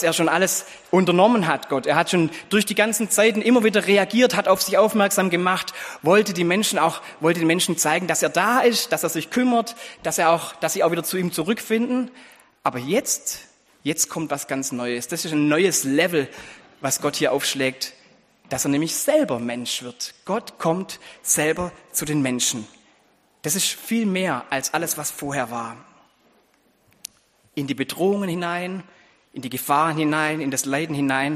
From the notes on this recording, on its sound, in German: Anspiel und Predigt im Gottesdienst an Heiligabend